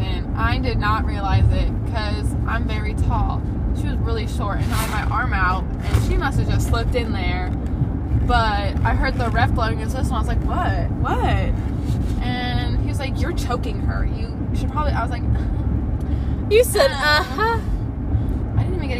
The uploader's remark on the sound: Sorry for the bad audio but in this episode you join us while we drive around